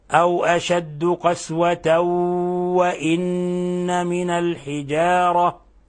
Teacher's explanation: فأدغمنا التنوين اللي في الحقيقة نون ساكنة في الواو إضغاما بغنة مقدارها حركتين تخرج من الخيشوم · Term: إضغام بغنة